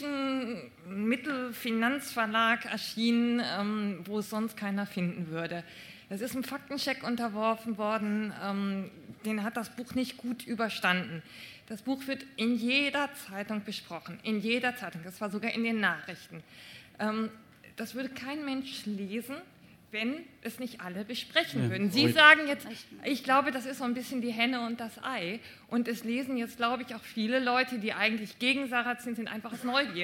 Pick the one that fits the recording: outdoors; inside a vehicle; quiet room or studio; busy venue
busy venue